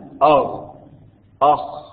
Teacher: أدنى الحلق ويخرج منه الغين والخاء